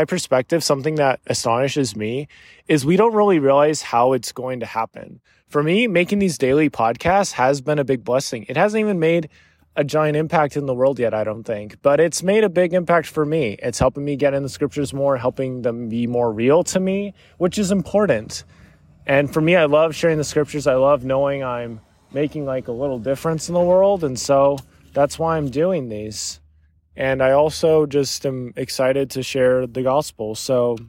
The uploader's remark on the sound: PS: This was recorded while on a walk through my parent's neighborhood. There may be the sounds of cars and driving and that is 100% intended haha.